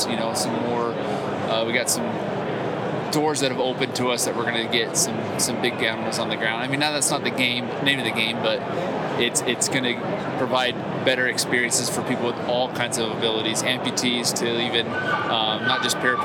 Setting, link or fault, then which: setting, busy venue